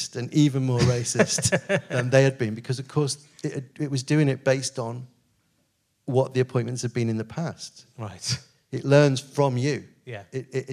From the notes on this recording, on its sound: back at the Liverpool Playhouse